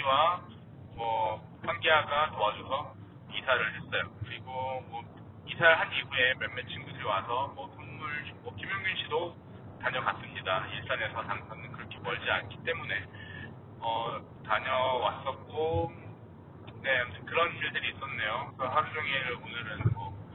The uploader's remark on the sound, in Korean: 아무런 대본도 없이 길이 막히길래 차에서 프리스타일로 녹음해보았습니다.